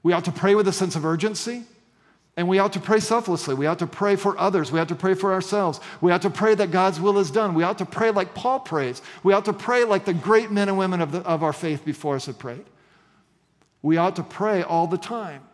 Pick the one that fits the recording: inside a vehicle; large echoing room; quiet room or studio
large echoing room